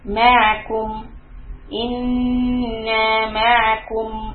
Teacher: When I say kum, again from dhamma to the meen, pressing the lips.